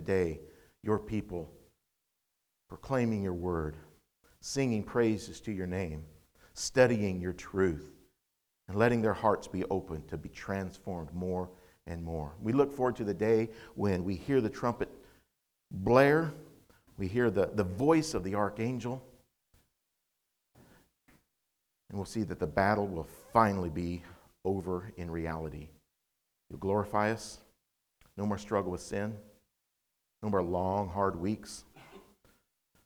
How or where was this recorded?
large echoing room